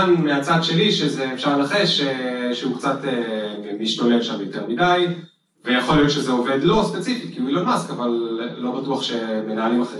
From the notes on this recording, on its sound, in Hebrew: הפרק החדש הוא הקלטה של פאנל מנהלים שביצענו במיטאפ הראשון של ,אבטיח כיס.